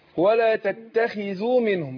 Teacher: الخاء المكسوره هتاخد ادنى درجات تفخيم